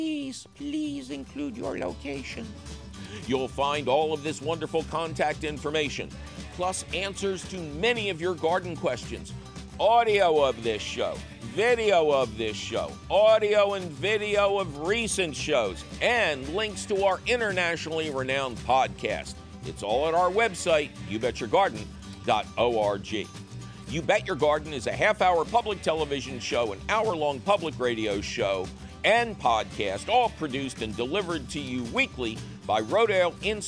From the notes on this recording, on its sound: it’s a phone call question show!